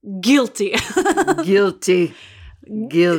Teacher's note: Had that G come from deep within the throat. Deep, guilty.